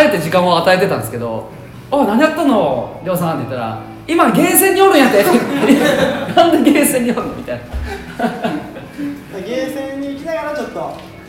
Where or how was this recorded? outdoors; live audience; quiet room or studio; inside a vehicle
live audience